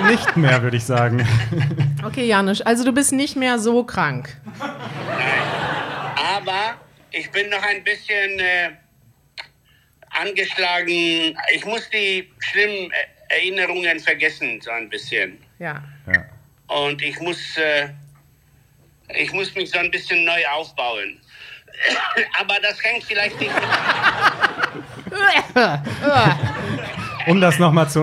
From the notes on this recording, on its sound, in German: Wir sind in Wien und podcasten live vor Publikum.